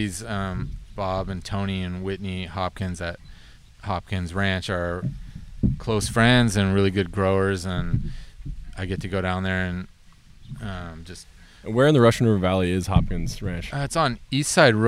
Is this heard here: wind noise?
yes